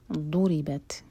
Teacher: ضربت، یہاں پہ یہ دال نہیں ہے، ضاد ہے. ضاد زبان کے سائڈ سے پڑھتے ہیں. ضربت، ری باریک، صرف زبان کی ٹپ یوز کریں گے را کے لیے، اور آگے تا پر سکون ہے تو وہاں پر ہم سانس جاری رکھیں گے، ہمز کریں گے.